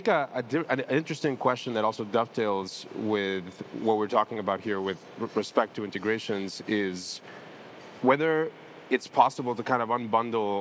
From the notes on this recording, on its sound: Live from Breakpoint 2021. Thanks to everyone in the audience.